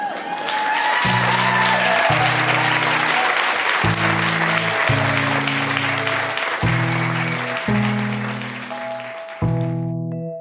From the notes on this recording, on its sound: Recorded live at The Refinery in Saskatoon, SK.